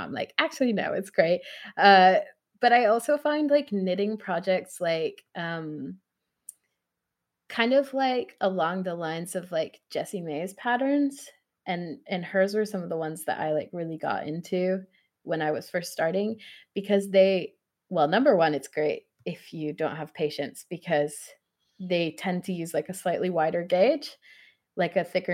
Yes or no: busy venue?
no